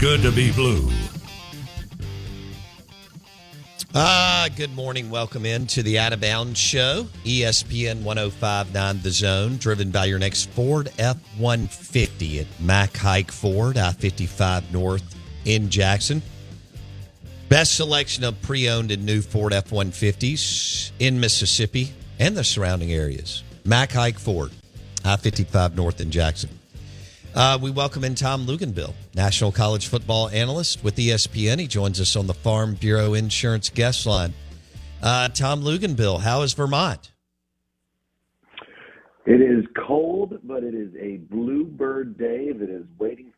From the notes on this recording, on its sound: Joins the show on the Farm Bureau guest line talking all things in the NCAA live in the BankPlus Studio.